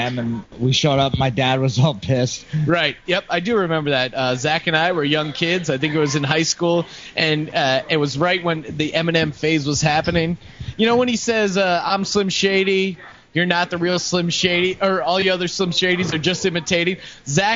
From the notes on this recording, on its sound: Live from the Brew Pub